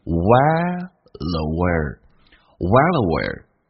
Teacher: well 跟 aware 把 l 跟 a 形成一个连音就变成 wellaware